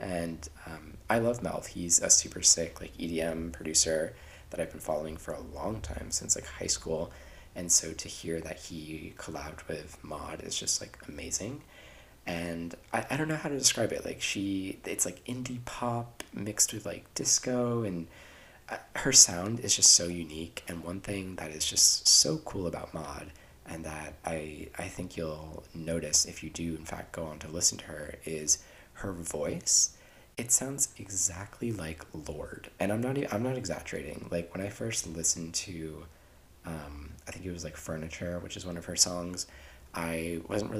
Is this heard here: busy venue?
no